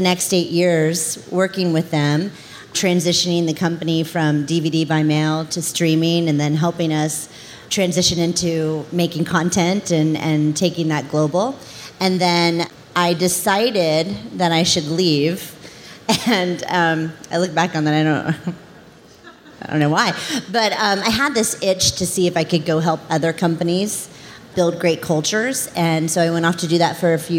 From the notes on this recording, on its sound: This episode is live from the C2 conference in Montreal.